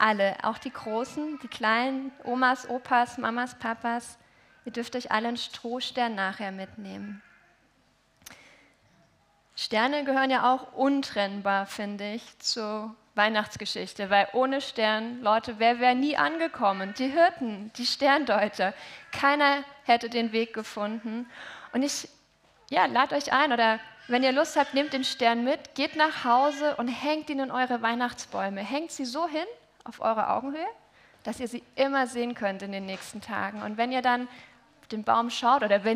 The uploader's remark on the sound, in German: Heilig Abend Familiengottesdienst